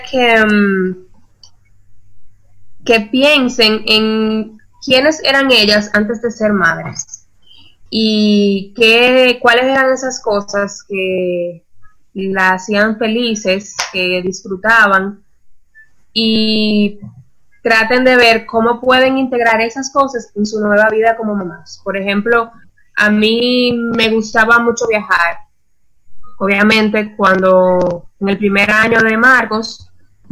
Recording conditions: poor sound quality